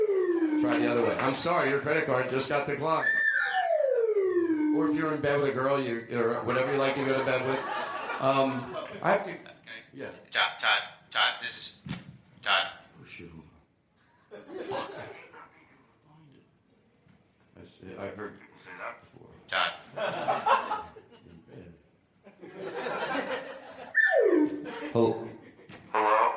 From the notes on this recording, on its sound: This episode is LIVE from The Kennedy Center in Washington, D.